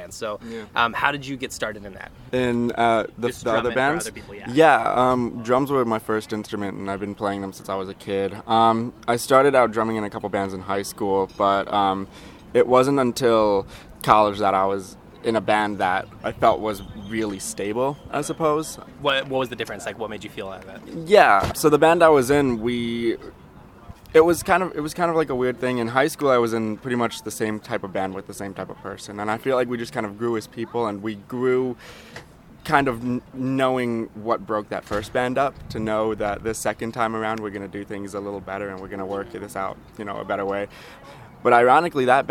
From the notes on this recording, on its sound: drink coffee at The Coffee Shop